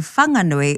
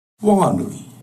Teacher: So the H in Whanganui is there, but it's heard as a breath, as they describe it. · Shown in: second take · In Whanganui, the H is aspirated.